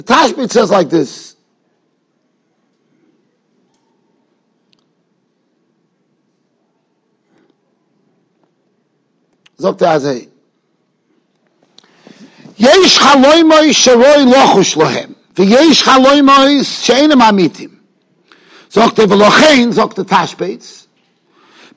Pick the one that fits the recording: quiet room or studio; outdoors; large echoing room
large echoing room